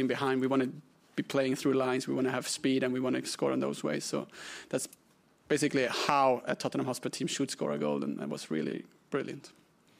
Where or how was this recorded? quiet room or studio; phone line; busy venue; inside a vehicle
busy venue